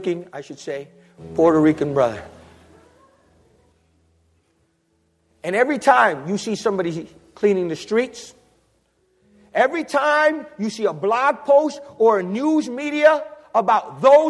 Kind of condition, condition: setting, large echoing room